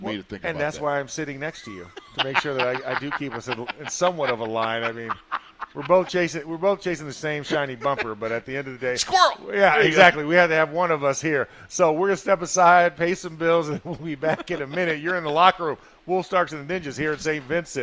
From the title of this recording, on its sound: In the Locker Room Live from Steelers Camp